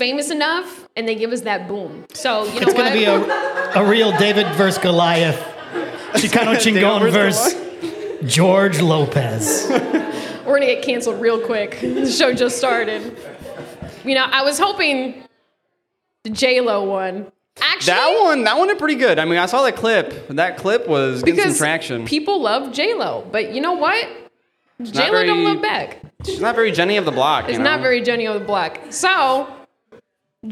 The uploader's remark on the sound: The History of Tequila (LIVE at Hacienda Las Glorias). Takes the show on the road to record their first live episode at Hacienda Las Glorias! We'll be LIVE at Hacienda Las Glorias on 1st Ave in Cedar Rapids Iowa during happy hour.